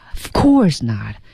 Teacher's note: Of coursenot，这个 of 都很轻啊、嗯、 Of coursenot，然后后面那个 just notnatural，not 还进行了一个重读